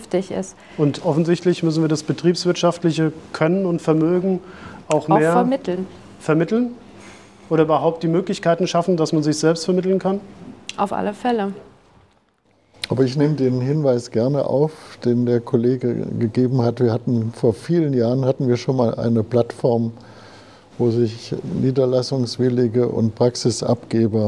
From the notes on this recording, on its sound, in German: Podiumsdiskussion auf der BDNC Jahrestagung. Die direkten Fragen waren jedoch ohne Mikrofon und wir haben daher diesen Abschnitt nicht aufgenommen.